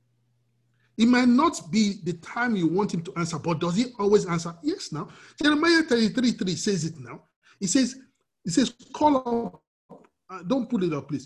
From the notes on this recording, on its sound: We are on Zoom now. Princeton FTLW Church will be having our Sunday services on Zoom.